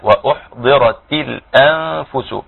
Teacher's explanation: يعني نخلي بالنا برضك من الهمزة ما نقولش وأو لا وأحضرت نرقق الهمزة ونخلي برضك بالنا من همس الحاء